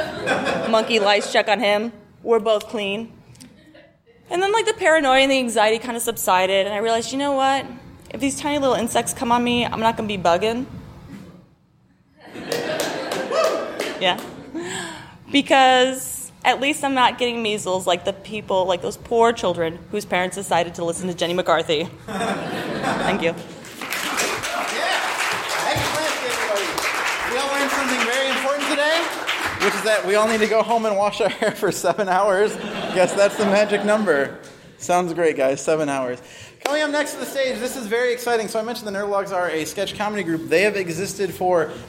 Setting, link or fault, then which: setting, live audience